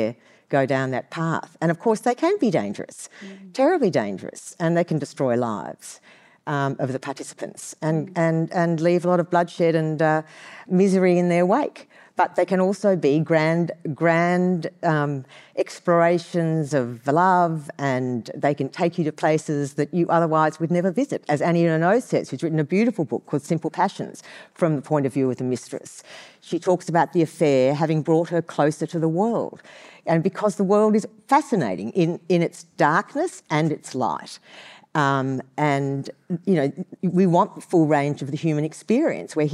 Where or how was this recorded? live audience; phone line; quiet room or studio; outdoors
live audience